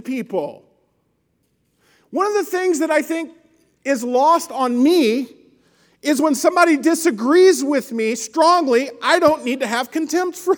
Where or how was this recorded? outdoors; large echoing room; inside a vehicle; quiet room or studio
large echoing room